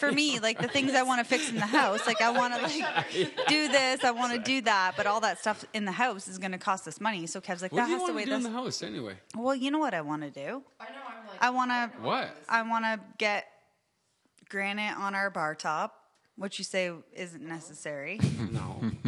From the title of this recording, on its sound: Live From Delhi